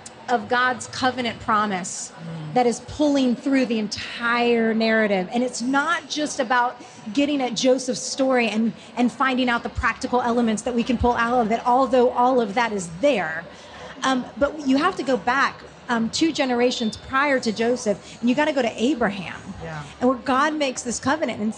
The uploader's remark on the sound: We sat down at Lifeway Women Live in Orlando